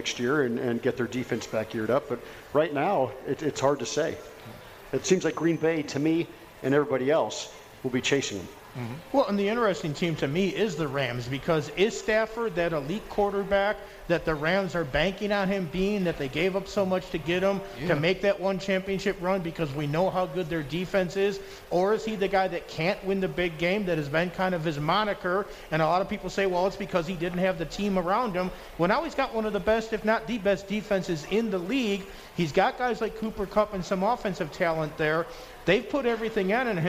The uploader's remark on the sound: Live From The Cosmopolitan